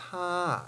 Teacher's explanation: Notice that's a dropped tone, but notice I didn't hit it very hard. I didn't say ha.